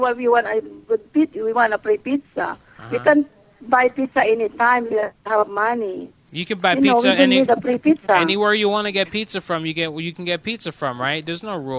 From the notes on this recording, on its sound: Prank Phone Calls Collection